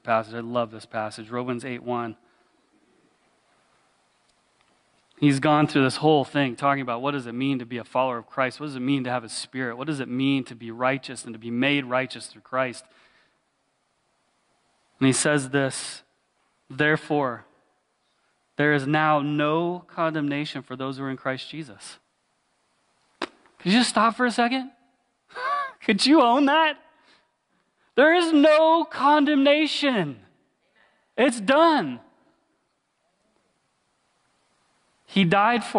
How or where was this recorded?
large echoing room